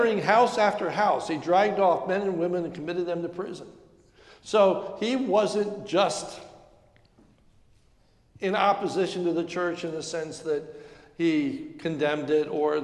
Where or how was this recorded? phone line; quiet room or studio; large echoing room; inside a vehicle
large echoing room